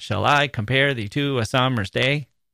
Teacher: It's a question. Our voices lift at the end. And the word day opens up that long A sound, a hopeful opening, just like that acoustic guitar.